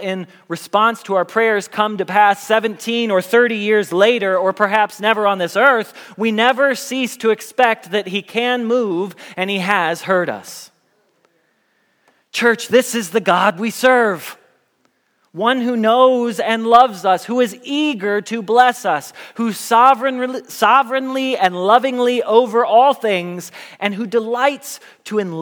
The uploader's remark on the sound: Message Preached at Valley Creek Church